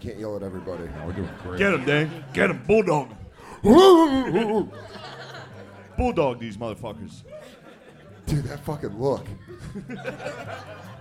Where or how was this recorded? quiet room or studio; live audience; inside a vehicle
live audience